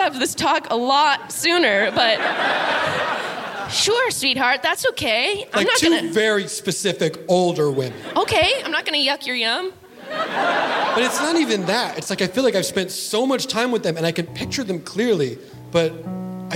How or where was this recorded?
live audience